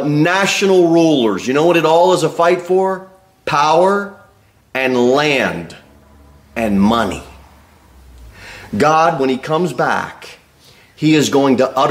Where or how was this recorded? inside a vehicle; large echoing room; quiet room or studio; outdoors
large echoing room